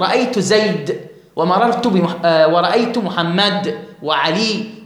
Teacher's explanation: بعض من العرب يقول لا أنا أحذف التنوين وأحذف الألف